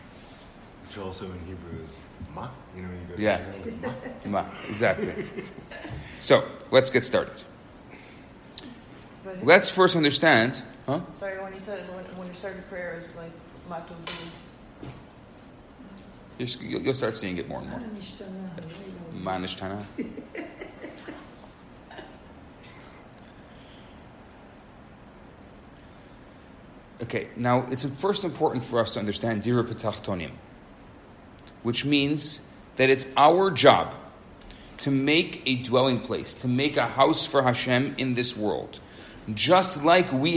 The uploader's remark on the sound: Recorded Live at Rohr Chabad NDG in Montreal, Quebec.